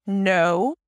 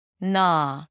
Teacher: Notice that I'm not going through the long diphthong. · Shown in: second take · It's not acknowledge.